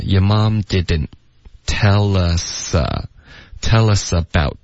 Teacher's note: Your mom didn't tell usabout。About 的特也会省略。